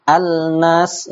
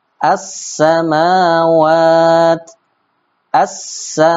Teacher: lamnya tidak ada dan melebur ke dalam huruf berikutnya · Shown in: second take · Term: diidghamkan